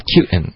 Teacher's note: cute 的这个音节加重音就行了，就是刚刚没有，好像就没有加重音。It would be better if you did.加点重音会更好。